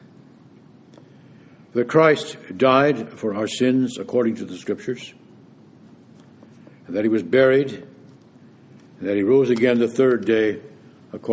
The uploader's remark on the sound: preached this homily at Vespers on January 19, 2019